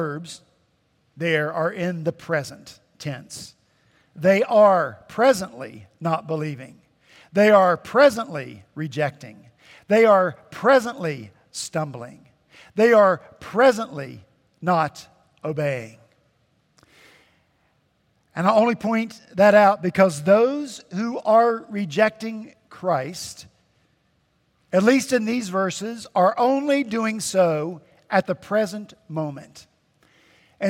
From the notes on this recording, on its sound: At Redeemer Presbyterian Church in Charleston, SC